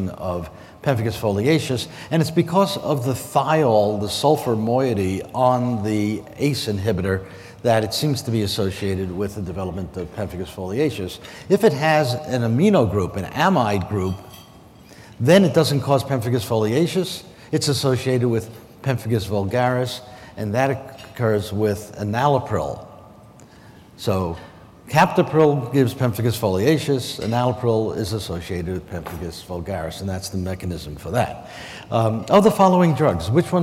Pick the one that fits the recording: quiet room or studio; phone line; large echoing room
large echoing room